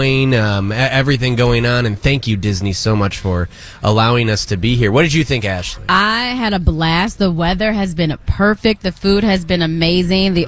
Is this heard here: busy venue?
yes